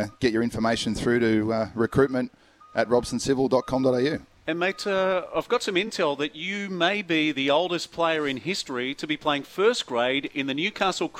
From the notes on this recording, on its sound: live from Westrac at the Robson civil projects open day